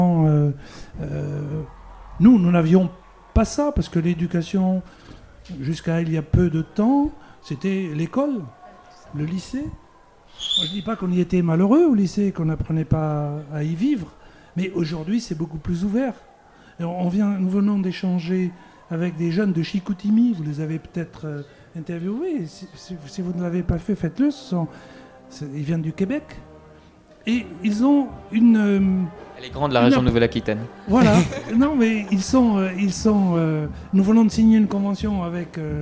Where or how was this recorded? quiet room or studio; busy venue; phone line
busy venue